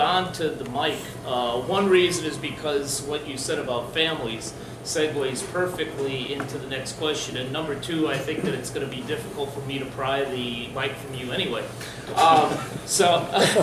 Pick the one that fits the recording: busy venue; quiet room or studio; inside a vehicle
busy venue